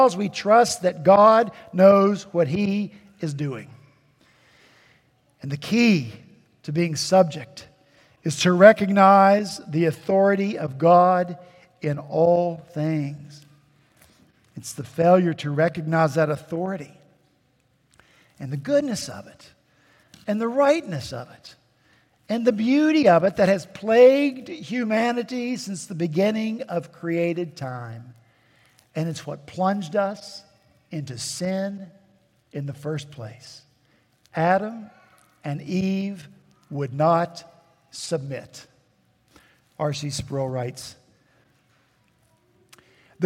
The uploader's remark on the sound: At Redeemer Presbyterian Church in Charleston, SC, our senior pastor was back in the pulpit